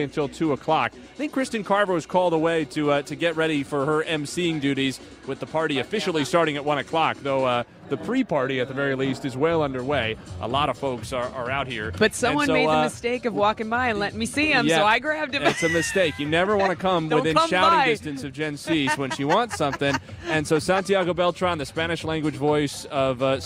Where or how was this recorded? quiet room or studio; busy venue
busy venue